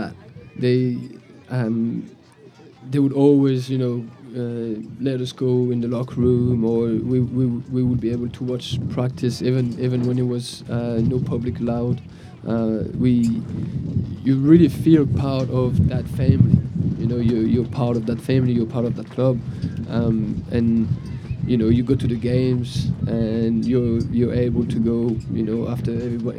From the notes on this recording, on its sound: Live at the Eastern Shore Premier Cup